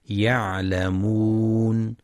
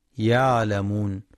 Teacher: ينتبه القارئ لبينية العين وتحقيق مخرجها من وسط الحلق · Shown in: first take